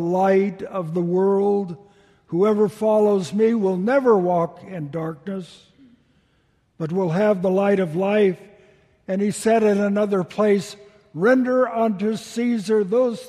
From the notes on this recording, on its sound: Delivered during the Traditional Worship service